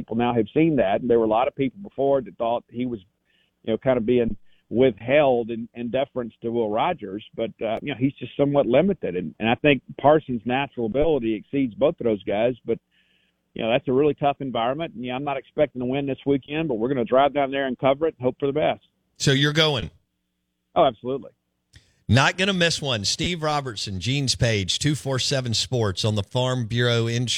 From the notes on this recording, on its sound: Live in the BankPlus Studio. On the Farm Bureau guest line.